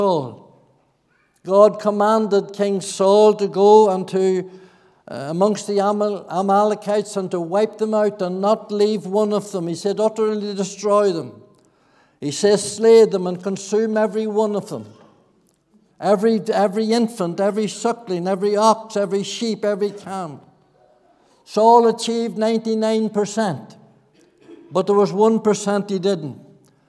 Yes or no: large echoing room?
yes